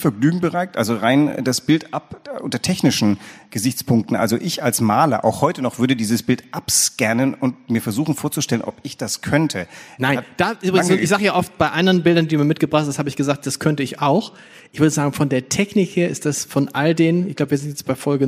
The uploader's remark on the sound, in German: Zur Podcast-Premiere vor Publikum in der Kunsthalle.